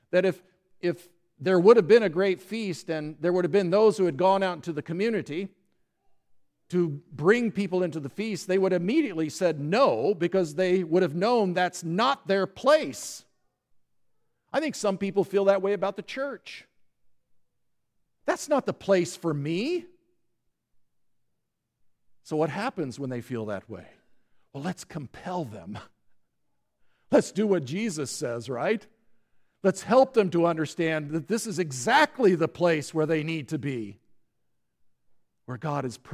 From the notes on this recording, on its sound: Listen to the service on the Parable of Great Banquet at Grace Evangelical Lutheran Church, Lexington, MO.